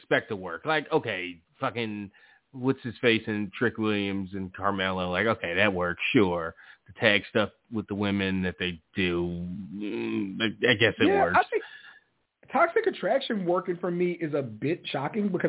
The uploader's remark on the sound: The guys are back live answering calls. Live callas and more.